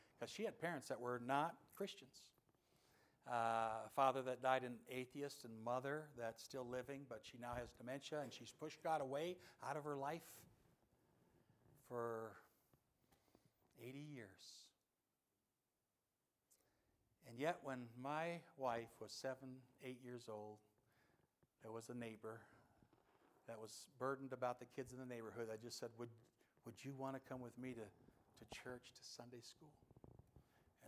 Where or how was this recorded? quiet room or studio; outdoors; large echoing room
large echoing room